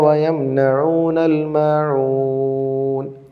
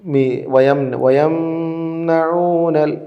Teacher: വയംനഊന എന്നതിൽ കാണുന്ന മീമും വെളിവായി തന്നെയാണ് ഉച്ചരിക്കേണ്ടത് · Shown in: first take